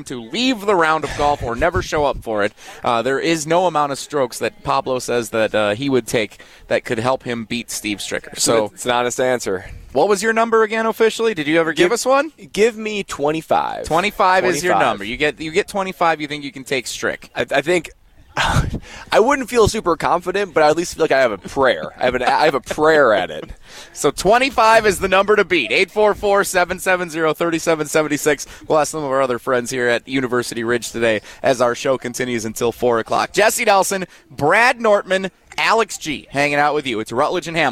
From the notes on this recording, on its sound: They break that down live from the University Ridge Golf course as we cover the Am Fam Championship!